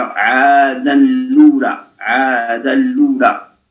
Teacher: إذن سواء كان السكون قلنا تنوينا أو لام تعريف، في كل هذه الأحوال يقع النقل، وكذلك بسبب هذا النقل يدغم التنوين في اللام بلا خلاف · Term: الإدغام